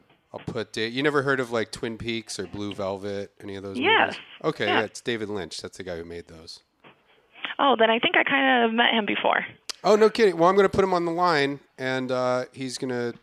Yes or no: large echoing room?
no